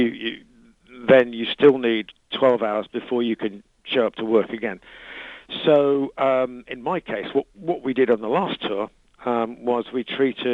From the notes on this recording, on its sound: lead singer called